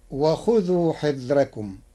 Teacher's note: قرأ ورش كلمة حذركم بترقيق الراء لوجود كسر قبلها غير منفصل عنها بحرف الاستعلاء فتصير وخذوا حذركم.